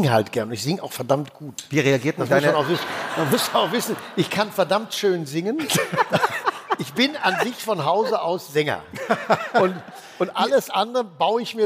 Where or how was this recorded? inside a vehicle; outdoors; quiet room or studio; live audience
live audience